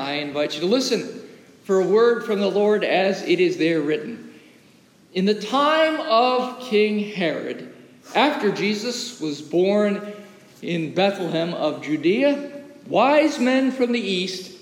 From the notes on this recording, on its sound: As recorded live in the historic, 318-year-old sanctuary of (Old) Rehoboth, the "Birthplace of American Presbyterianism".